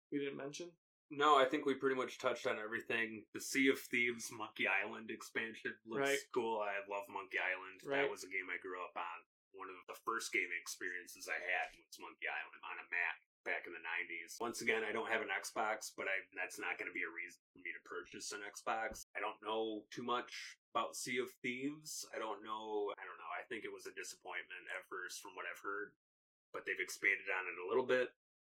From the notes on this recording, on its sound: SORRY ABOUT THE AUDIO ISSUES IN THIS EPISODE